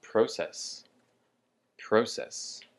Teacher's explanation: And the emphasis is on the pro